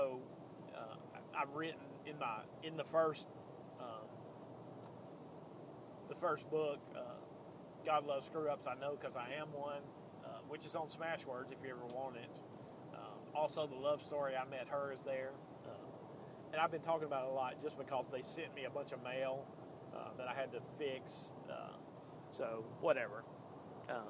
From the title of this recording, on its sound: driving home from Tuscaloosa